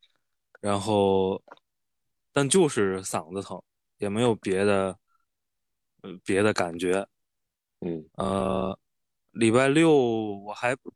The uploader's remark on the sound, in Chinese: 随着疫情防控形式的陡然变化，我们经过了一系列的考虑后，又一次采用了线上录制的方式。三位主播身处近期疫情传播最厉害的北京。